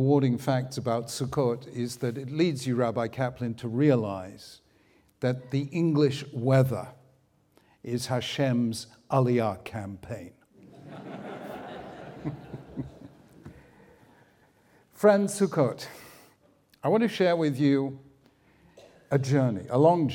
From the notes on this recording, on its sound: The video was recorded in Hampstead Garden Suburb Synagogue in London and the event was jointly sponsored by the United Synagogue and Koren Publishers Jerusalem.